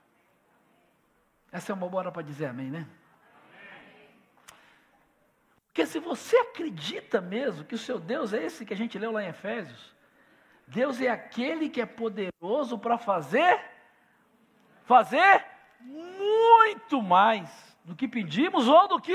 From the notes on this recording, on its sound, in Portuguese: Celebração ao vivo